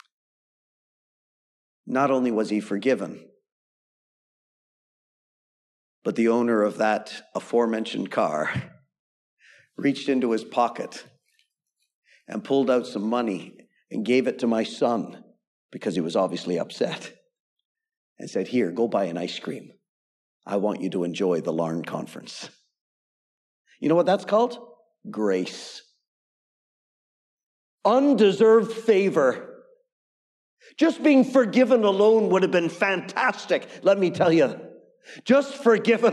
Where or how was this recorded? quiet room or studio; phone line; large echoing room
large echoing room